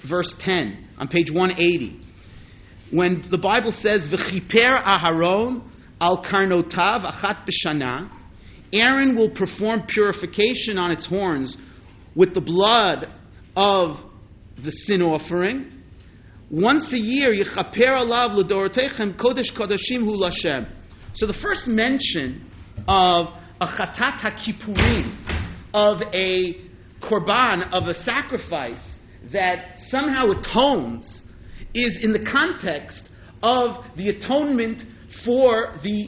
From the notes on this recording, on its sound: This Stanley Rudoff Memorial High Holidays Lecture